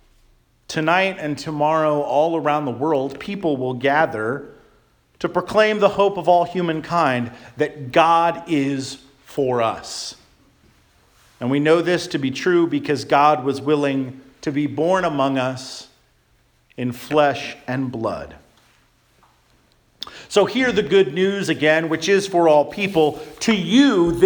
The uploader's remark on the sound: Charles Anglican Cathedral, Bremerton, WA.